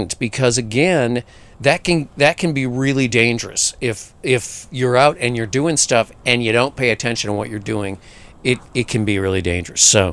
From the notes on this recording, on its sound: this podcast was recorded in the midst of a huge windstorm and figures prominently in it